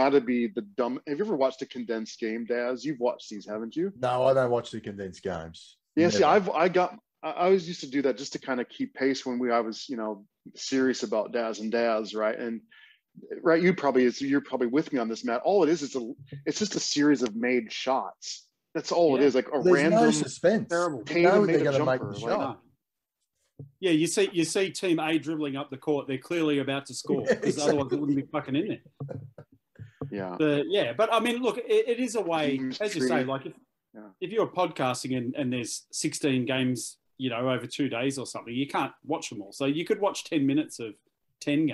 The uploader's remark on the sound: jump onto a Zoom call